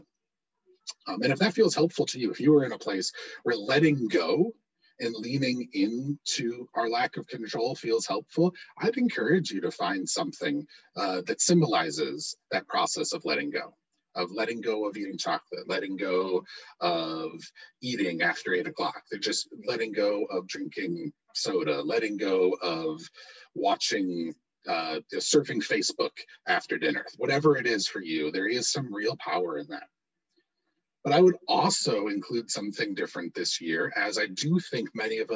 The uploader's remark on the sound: We experienced technical difficulties this week, please forgive the poor audio quality!